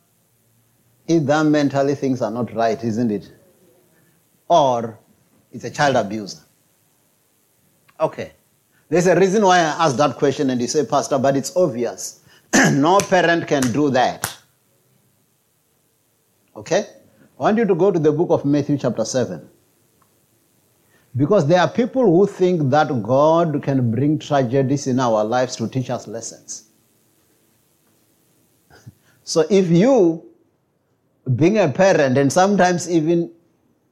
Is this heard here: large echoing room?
yes